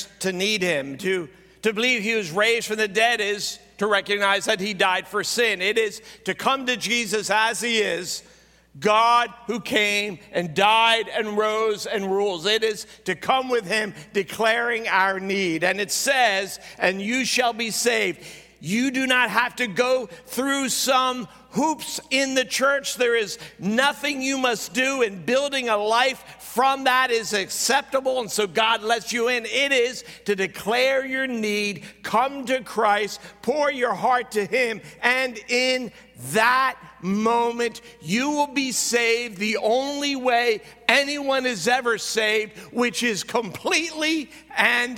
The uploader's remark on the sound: at Greentree Church on December 24, 2023 during the Christmas Eve service